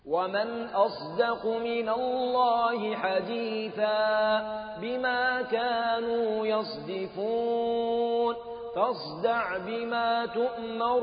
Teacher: والحقيقة أنه هنا الصاد مهموسة والدال مجهورة، ف فالانتقال بين المهموس والمجهور جابوا حرفا وسطا بينهم كما يذكر علماء التوجيه في هذه المسألة.